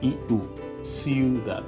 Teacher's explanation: So we have together the I and the U, and we don't pronounce it just one sound but two, because there are two vowels there